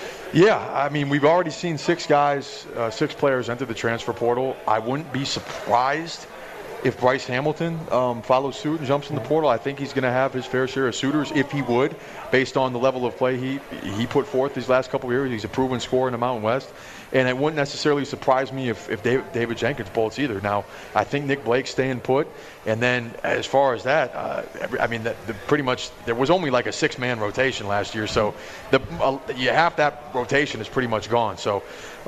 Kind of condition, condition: setting, busy venue